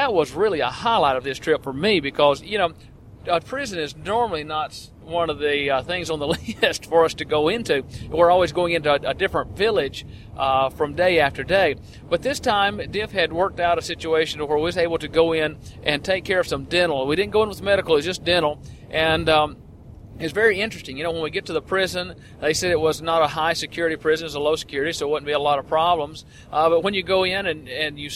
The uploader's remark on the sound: We were in a van going down the highway, so there is a bit of road noise, but not enough to be a real distraction.